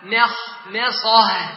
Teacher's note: كذلك ترقيق الميمين في كلمة نخمصة. الميم مرققة ماء والخاء مفخمة نخ، والميم الأخرى مرققة ماء والصاد مفخم والهاء مرقق